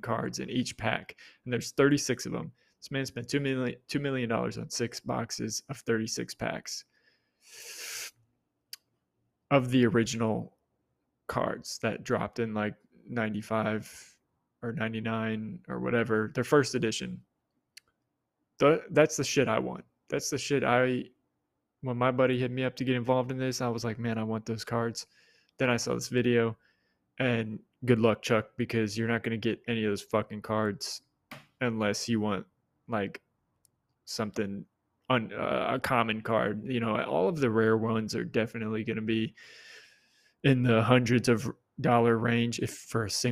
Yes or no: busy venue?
no